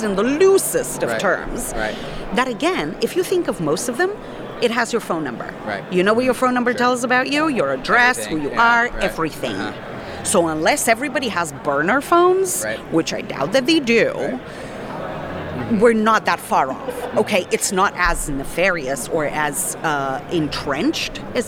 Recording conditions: busy venue